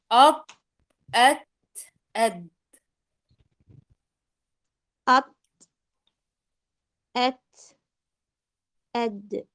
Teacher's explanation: ملتصقة تماما طرف اللسان بأصول الثنايا العليا، ما فيها أي حركة، ما فيها أي شيء نهائيا. · لا شوفي، ما تحركي أي شيء. أط، طرف اللسان مع أصول الثنايا العليا اللي هي منطقة اللثة، لثة الأسنان العليا فقط